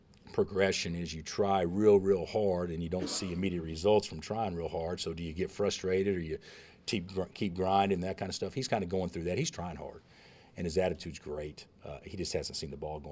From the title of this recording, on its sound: Press Conferences & Post-Game Interviews